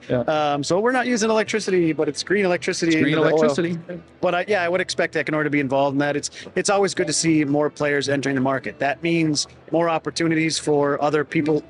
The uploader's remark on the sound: Live from Wind Europe 2023 in Copenhagen